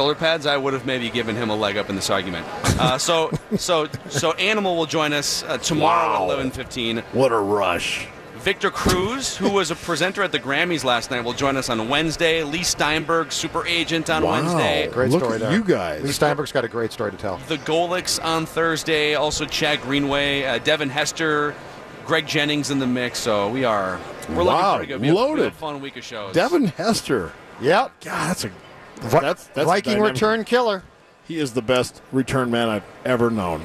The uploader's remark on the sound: live from Radio Row all week